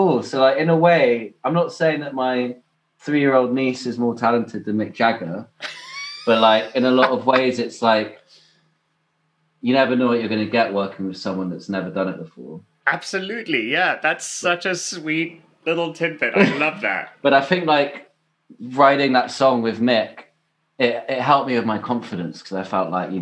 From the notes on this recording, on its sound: Caught up via Zoom and had a really long chat.